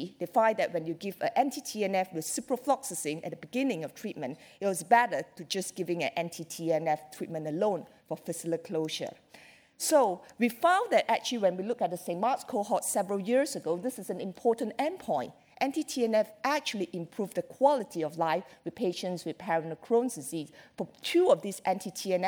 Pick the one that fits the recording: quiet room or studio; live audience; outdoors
live audience